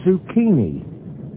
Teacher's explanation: The stress is on the second syllable.